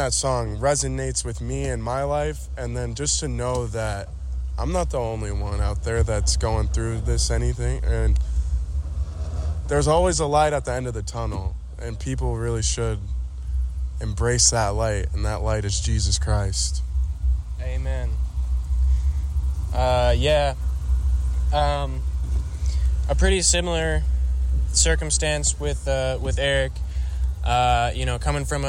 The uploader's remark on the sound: Live from Revive Cedar Rapids. This episode of The Elim Podcast is brought to you straight in the heart of Cedar Rapids. This recap is literally live immediately after the time of worship wrapped up at Revive CR, where we had the opportunity to hear the hearts of a few friends and family members at The Well.